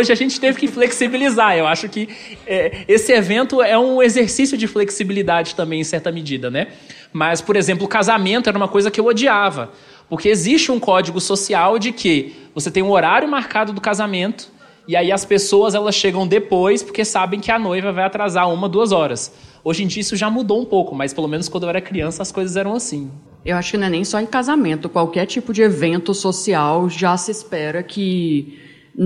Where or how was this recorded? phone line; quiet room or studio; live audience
live audience